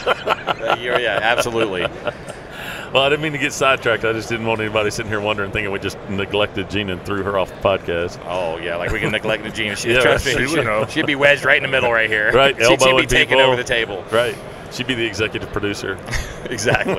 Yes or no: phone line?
no